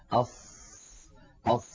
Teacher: يجري معها الصوت والنفس كلاهما. بالنسبة للاستعلاء والاستفال هي صفة هي حرف مستعل لأنها من حروف خص ضغط قض، فالصاد فيها صفة الاستعلاء، والذي يترتب على ذلك هو التفخيم، فالتفخيم ناتج من نواتج الاستعلاء. · Term: الرخاوة